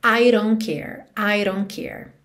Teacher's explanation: Se eu quiser, eu posso dizer I don't, não tem problema nenhum. Esse T de don't sumiu porque é uma Consoante oclusiva que pode aparecer mais, menos ou nada. Então, aqui não apareceu.